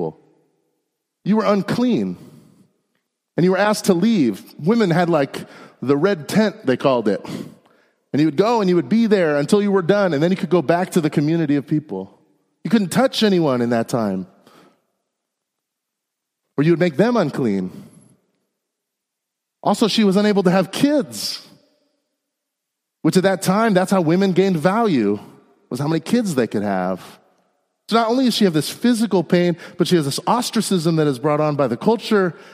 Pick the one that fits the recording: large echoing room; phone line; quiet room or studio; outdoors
large echoing room